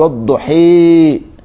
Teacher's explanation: بميله 90 درجة، والضحي دي اسمها الإمالة الكبرى